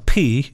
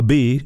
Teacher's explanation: A P, you're not putting the buzz. A B, you're giving it a little buzz · Term: voiced and unvoiced consonants